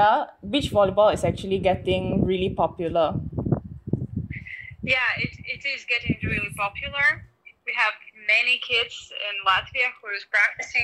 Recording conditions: wind noise